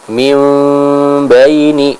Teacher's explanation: Dan cara membaca iqlab adalah yang pertama kita menutup kedua bibir kita dengan rapat, namun tidak ditekannya, cukup dirapatkan saja. Adapun untuk fokus suara, maka itu lebih banyak di hidung. Artinya kita lebih memfokuskan suara yang dimasukkan atau dikeluarkan dari hidung.